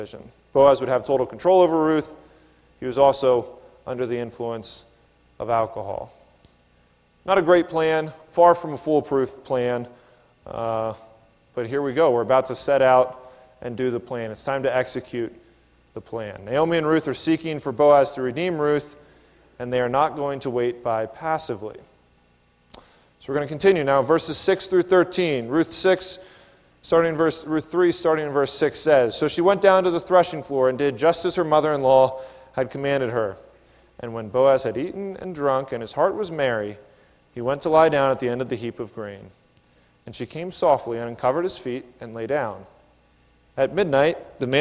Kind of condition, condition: setting, large echoing room